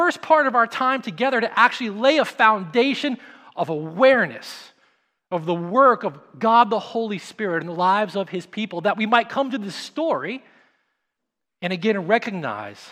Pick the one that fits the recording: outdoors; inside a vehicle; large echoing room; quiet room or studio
large echoing room